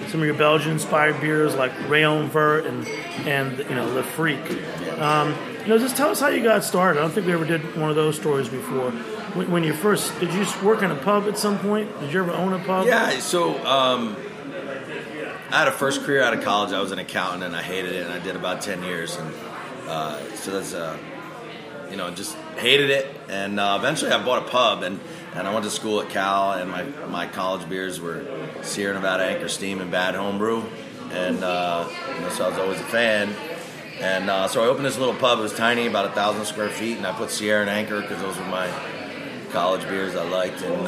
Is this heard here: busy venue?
yes